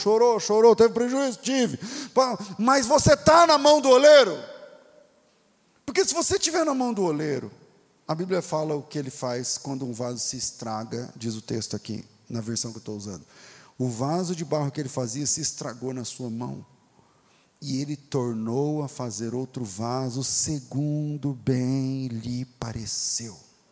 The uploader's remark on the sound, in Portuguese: Culto Ao Vivo